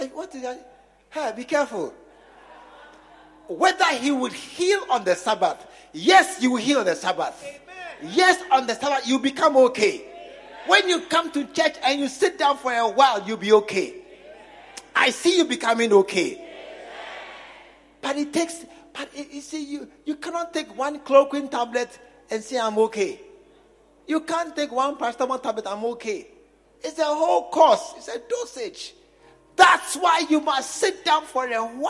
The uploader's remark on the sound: Preached at the True Vine Cathedral, Bantama.